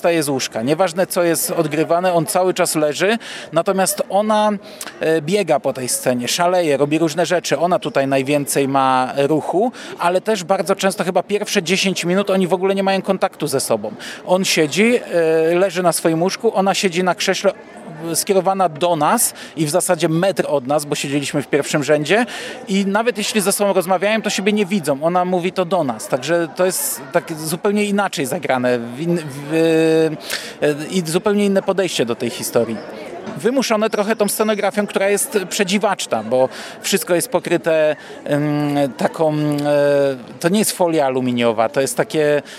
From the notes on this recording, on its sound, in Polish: W wyjątkowym nagraniu, na żywo, na gorąco, prosto z ogródka, gdzieś pomiędzy krakowskim rynkiem a Wawelem.